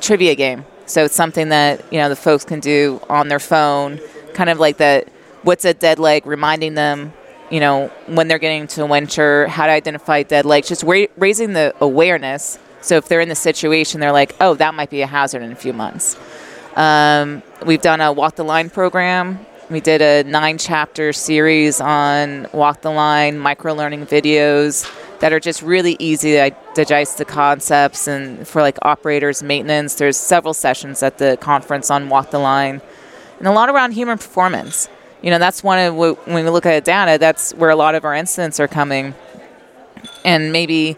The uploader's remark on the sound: Live at AFPM.